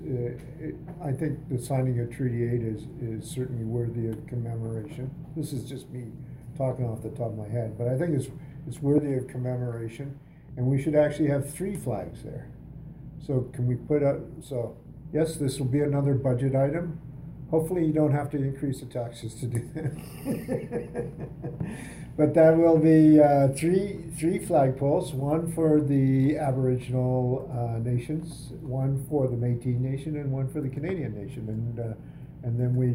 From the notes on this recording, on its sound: Audio recording of the September 25, 2017 Regular Meeting of Peace River's Town Council.